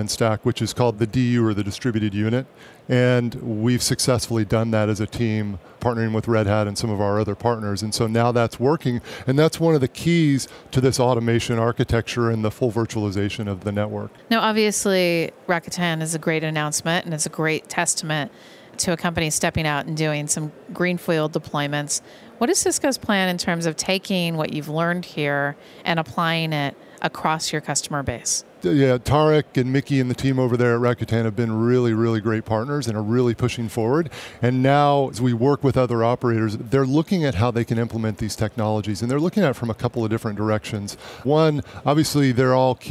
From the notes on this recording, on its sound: In this archive of a livecast interview from Mobile World Congress in Barcelona, Spain.